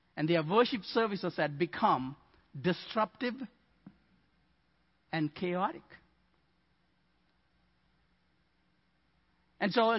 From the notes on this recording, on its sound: Midland Evangelical Free Church Sermon Audio